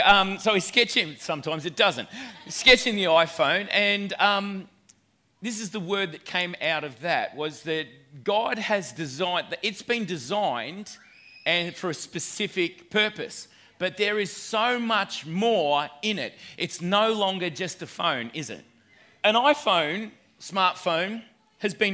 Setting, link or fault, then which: setting, live audience